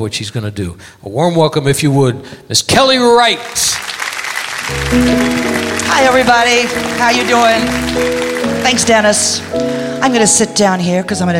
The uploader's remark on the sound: Live at the Souhtpoint.